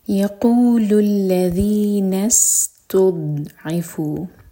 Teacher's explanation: سین پر سیٹی والی آواز اور ضاد پر قلقلہ نہیں ہوگا بالکل بھی